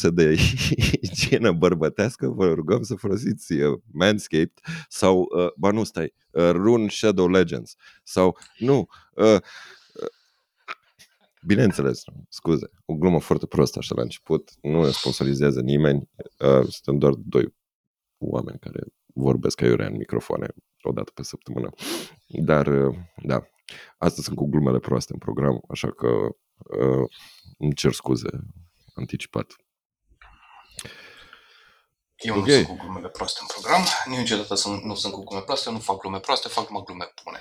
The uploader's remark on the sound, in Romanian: Scuze de primul minut de sunet un pic strident.